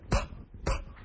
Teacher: 所以我们知道 B 是一个唇音啊，两个嘴唇合起来的